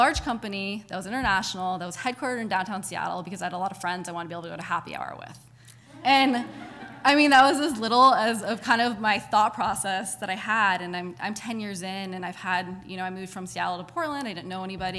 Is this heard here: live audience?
yes